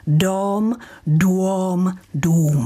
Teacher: to dlouhé O, s tím se na konci 14. století stalo to, čemu se říká diftongizace, neboli stala se z něj dvojhláska. Stalo se z něj UO.